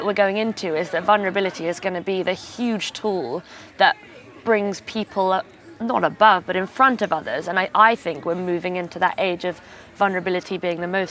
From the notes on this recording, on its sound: It's the second batch of recordings that I made at The DO Lectures in West Wales in July 2017.